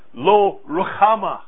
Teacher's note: It's that guttural H in the middle.